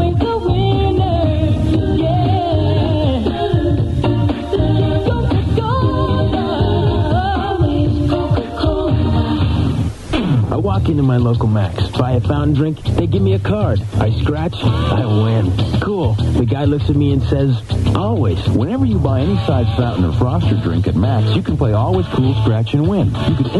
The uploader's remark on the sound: take your phone calls